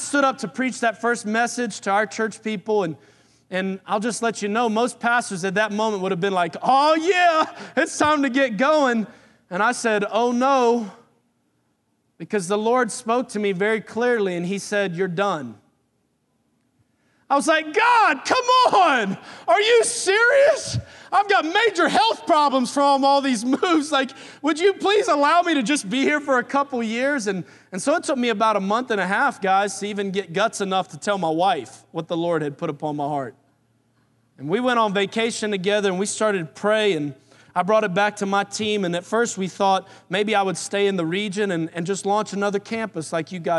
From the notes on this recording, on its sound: Recorded on July 29, 2018 at Graceland Baptist Church in New Albany, Indiana.